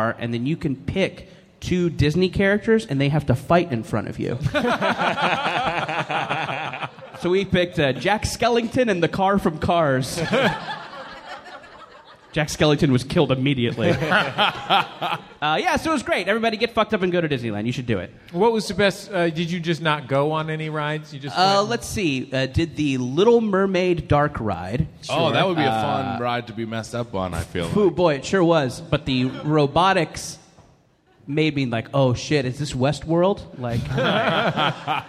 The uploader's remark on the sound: Live at Now Hear This Festival. Live on stage in Anaheim as part of the Now Hear This podcast festival.